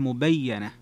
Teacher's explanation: تفرد بن كثير وشعبة بتشديد الياء لكن مع الفتح مبينة